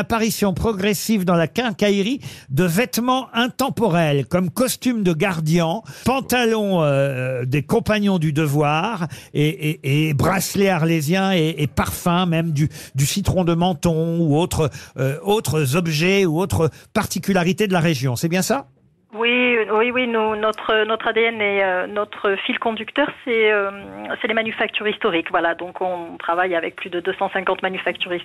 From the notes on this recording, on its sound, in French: avec au téléphone sa directrice